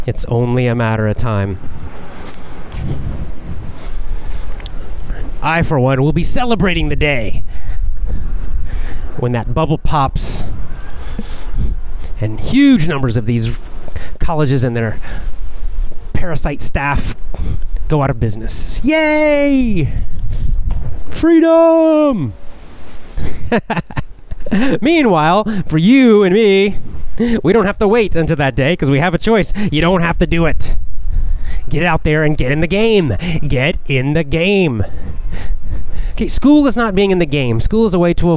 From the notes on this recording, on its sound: Casual chat while walking.